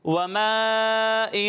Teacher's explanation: یہاں مد متصل ہو رہا ہے تو اسے دو یا ڈھائی الف کے برابر کھینچیں گے، ٹھیک ہے. وَمَاءٍ مَسْكُوب.